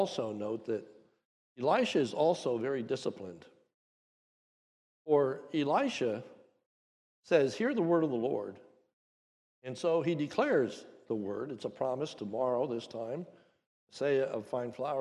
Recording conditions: large echoing room